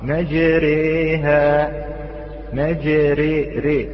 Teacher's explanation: قربنا الفتحة إلى الكسرة ثم الألف إلى الياء · Term: الإمالة الكبرى